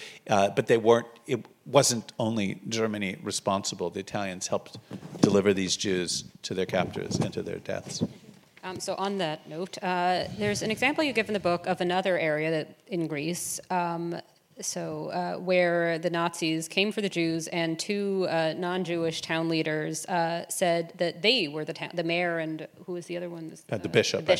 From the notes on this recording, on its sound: Live from Holocaust Education Week. Kicked off Neuberger Holocaust Education Week in Toronto. Live at this special podcast recording, in partnership with the Toronto Holocaust Museum and the Prosserman JCC.